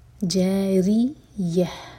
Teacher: را کے نیچے کسرا تو را باریک. جاری یہ، ان میں جو تا مربوطہ ہے یہ ہے میں چینج ہوگا اور ساکن ہوگا.